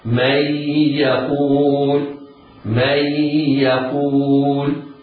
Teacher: المدغم والمدغم فيه النون والياء ينطقان حرفا واحدا مشددا، ولكن تبقى صفة المدغم وهي الغنة اللي هي صفة النون.